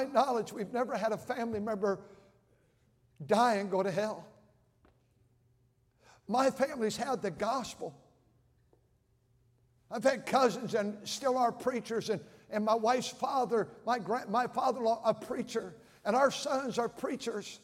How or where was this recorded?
large echoing room